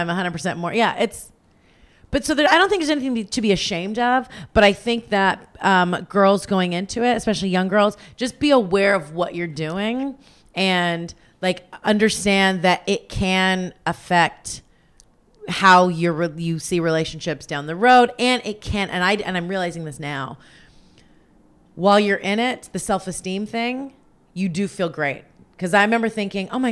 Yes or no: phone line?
no